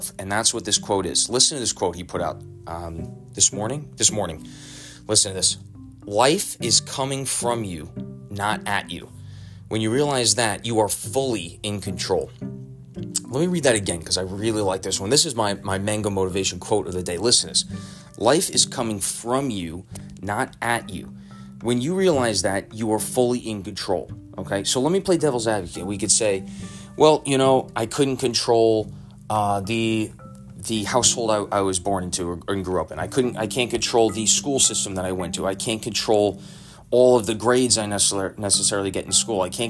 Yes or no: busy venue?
no